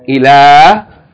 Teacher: It's not written with aleph, but it should be pronounced long.